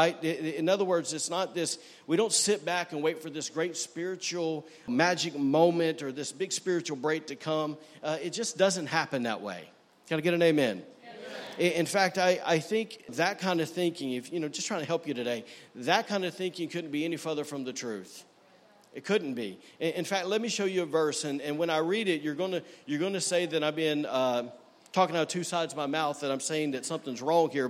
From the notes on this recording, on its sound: was recorded on Sunday, September 30, 2018, during service at The Anchor Church in Rockport, Maine.